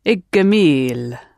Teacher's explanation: Il bet il gemil. And you can run the il into gemil to give Igamil